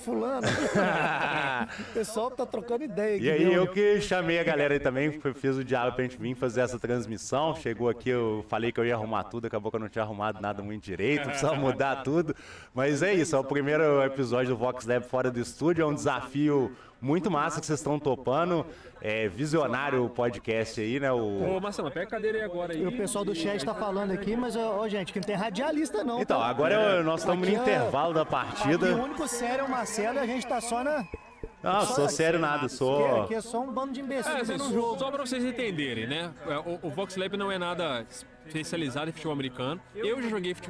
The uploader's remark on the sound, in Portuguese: Este episódio foi gravado em um jogo de futebol americano